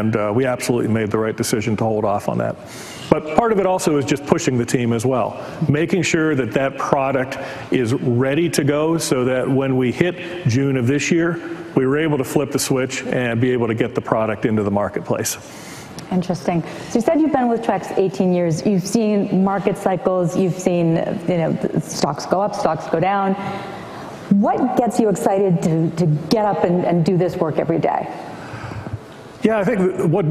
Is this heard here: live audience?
yes